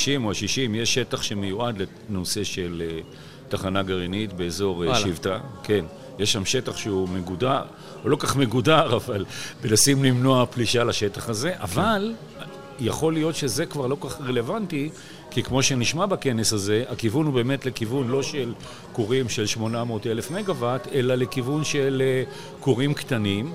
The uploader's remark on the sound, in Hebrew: בפרק שהקלטנו במסגרת הכנס "האם הגיע הזמן לאנרגיה גרעינית?" שהתקיים באוניברסיטת רייכמן.